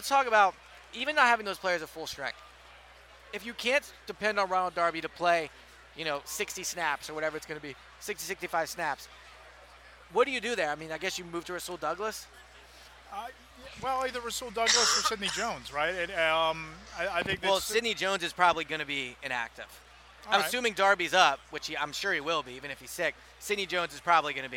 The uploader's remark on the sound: Day 4 from Radio Row at the Super Bowl.